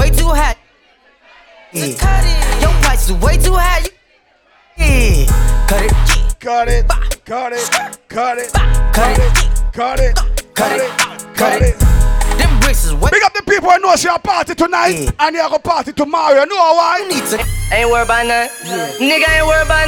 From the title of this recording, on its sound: BDAY PARTY (LIVE AUDIO)